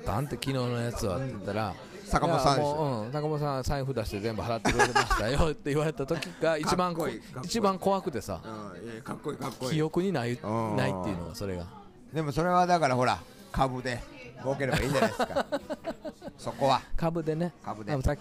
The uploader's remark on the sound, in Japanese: 今夜は四條畷はソウルキッチンにてクリスマスLIVEを終えてからの収録でした〜音声の乱れは有りますが会場の雰囲気もお楽しみくださいね！